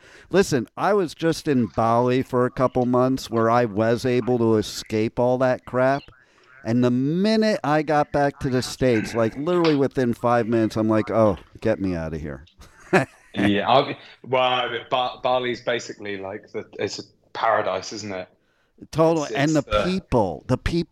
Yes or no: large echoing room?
no